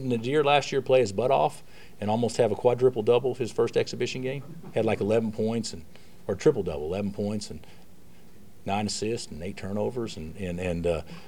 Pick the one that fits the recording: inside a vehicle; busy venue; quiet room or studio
busy venue